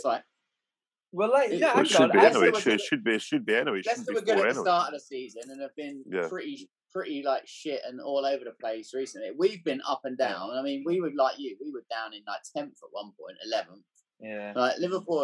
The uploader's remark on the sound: we had to revert back to zoom this week due to scheduling issues.